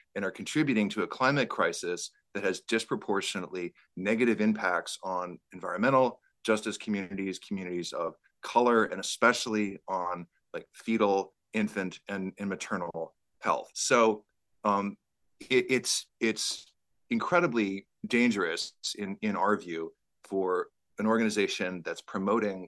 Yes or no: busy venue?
no